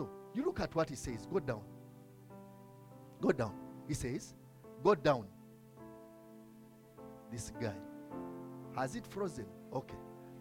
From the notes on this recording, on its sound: from the Limitless Worship Fellowship recorded on 27th May 2022